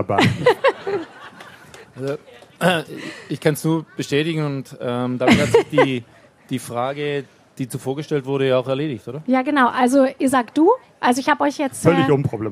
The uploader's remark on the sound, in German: live vom ZFR